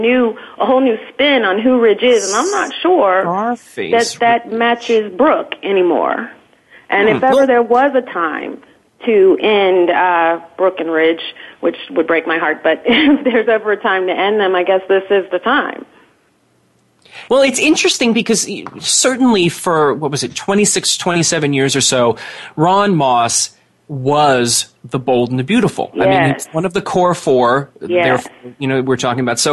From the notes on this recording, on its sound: We're opening the phone lines for fans to call. Soap Central Live airs every Friday at 6pm Eastern/3pm Pacific on the Voice America Talk Radio Network.